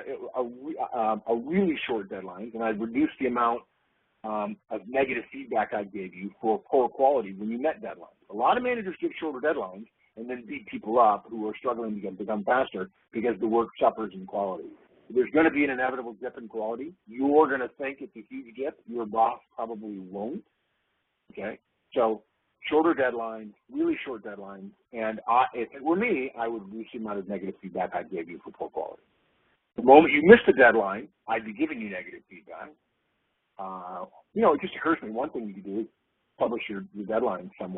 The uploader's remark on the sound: August 2011 Conference Call